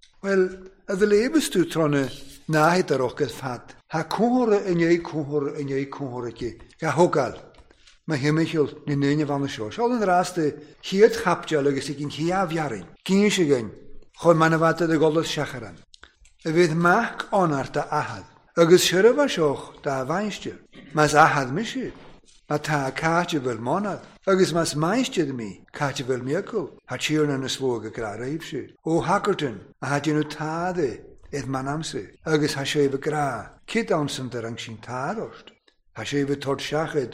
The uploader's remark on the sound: Recorded at North Harris Free Church on the evening of Sunday, 28th May 2023.